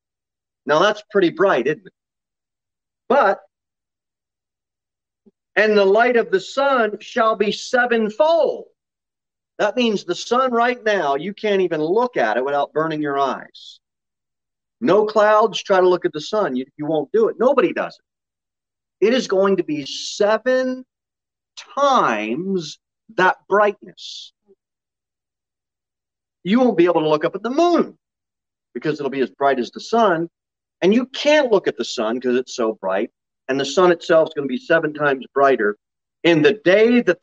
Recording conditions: large echoing room